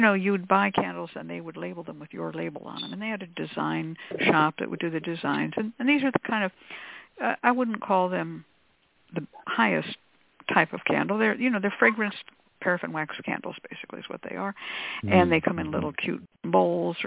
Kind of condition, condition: link, phone line